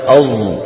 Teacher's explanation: هذا الصوت مفخم لأن أصله صاد والصاد مستعلية مطبقة · Term: إشمام الصاد زايا